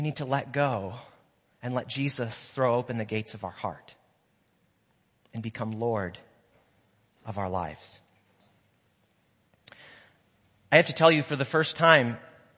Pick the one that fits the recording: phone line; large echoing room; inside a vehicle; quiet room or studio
large echoing room